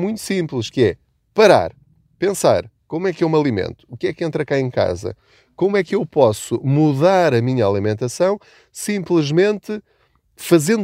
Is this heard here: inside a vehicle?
yes